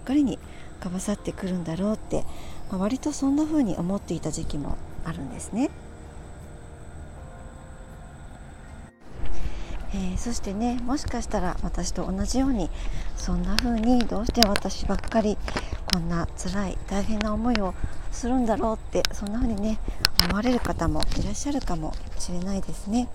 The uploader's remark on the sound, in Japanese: 途中風の音など入りお聞き苦しい所があります、すみません。福岡。Stand.fm。